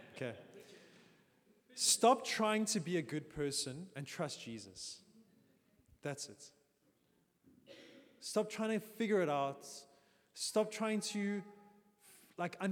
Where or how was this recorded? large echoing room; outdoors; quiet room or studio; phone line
large echoing room